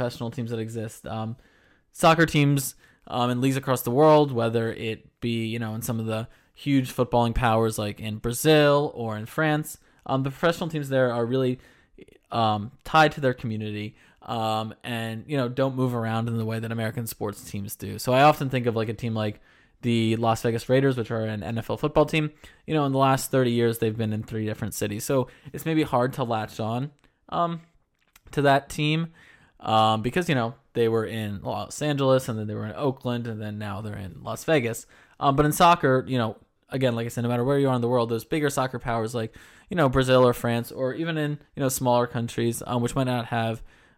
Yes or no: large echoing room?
no